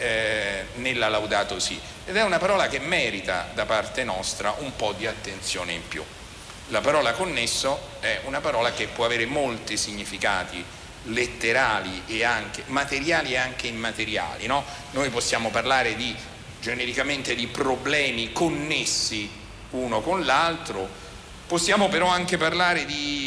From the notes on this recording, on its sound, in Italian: Registrato domenica scorsa al Festival della lingua italiana di Lecco. Speciale dal Festival della lingua italiana di Lecco. Registrato domenica scorsa al Festival della lingua italiana di Lecco.